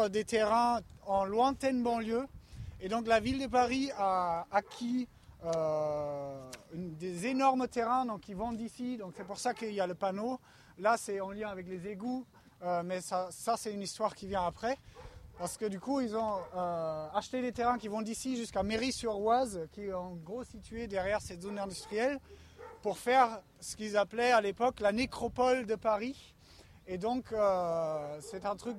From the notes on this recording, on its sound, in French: Le podcast itinérant du très Grand Paris. Toujours à pied, toujours dehors.